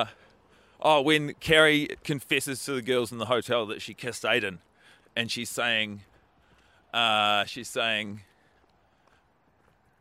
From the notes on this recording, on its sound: Grabbed the microphone and roamed the streets of suburban New Zealand. Their trip includes fireworks blowing up in the background and a quick shop at the supermarket. Two men with headphones on talking into beanie.